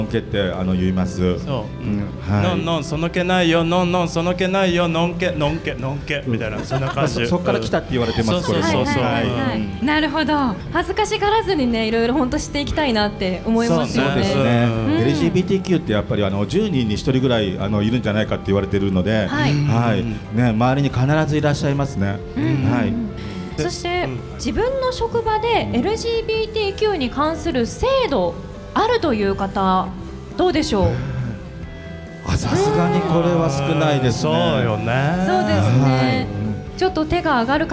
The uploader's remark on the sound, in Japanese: 公開録音の様子。はままつレインボープライド。